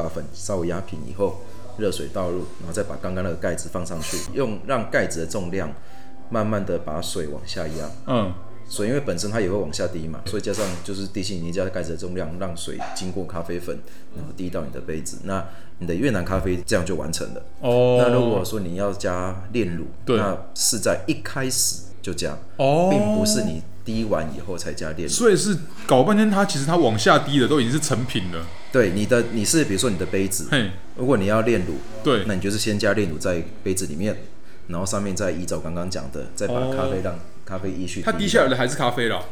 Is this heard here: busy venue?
yes